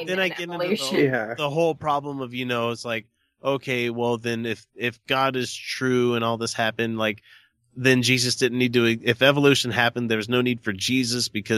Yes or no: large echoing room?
no